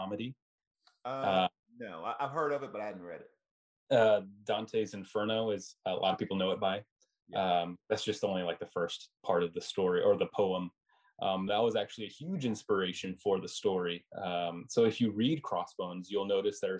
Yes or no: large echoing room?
no